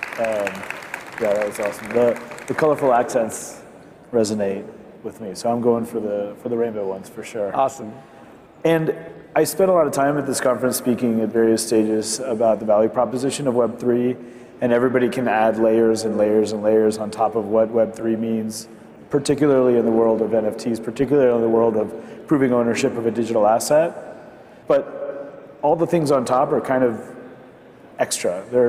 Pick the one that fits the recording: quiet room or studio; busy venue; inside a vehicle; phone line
busy venue